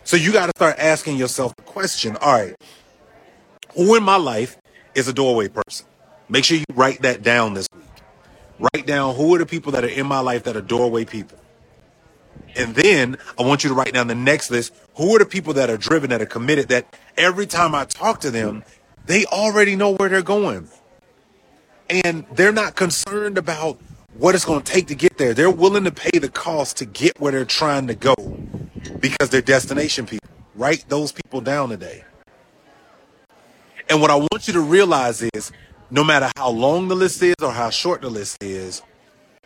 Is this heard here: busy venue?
yes